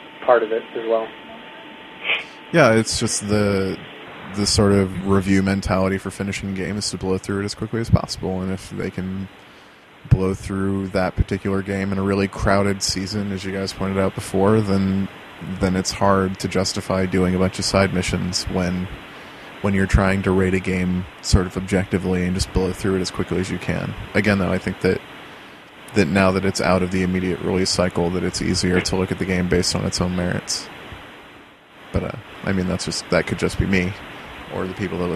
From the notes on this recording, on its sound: this interview was conducted over a teleconference call, so set your expectations for sound quality appropriately